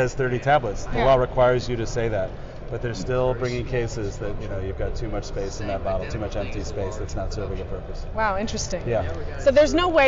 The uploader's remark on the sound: In this podcast, recorded on the expo hall of SupplySide West in Las Vegas in September 2017.